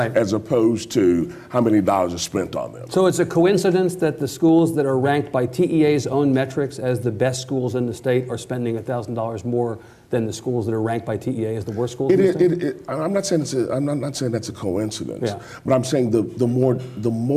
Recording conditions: live audience